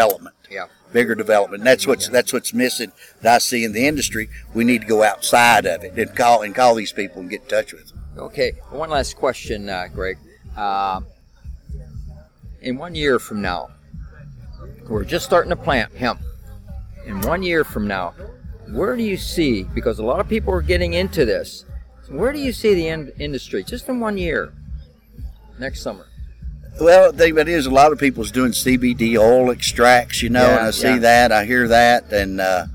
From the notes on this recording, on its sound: at the event at Hemp In The Holler in Livingston KY